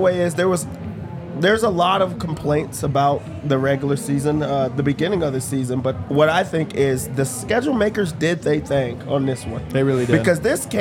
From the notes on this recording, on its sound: come to you LIVE from the DNVR Bar